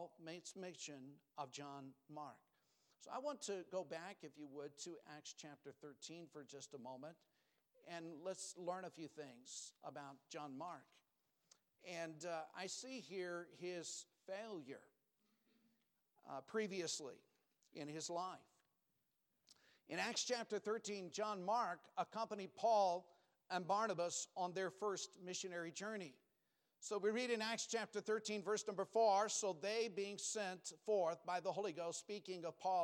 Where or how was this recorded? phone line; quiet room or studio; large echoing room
large echoing room